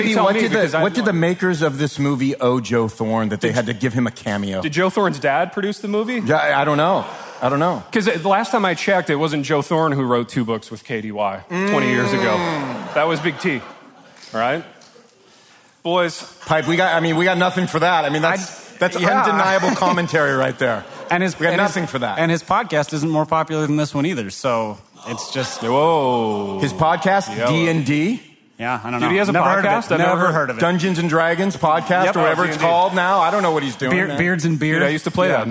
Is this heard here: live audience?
yes